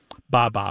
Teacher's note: that B sound coming off the lip followed by a vowel is also very similar to the first sounds that babies make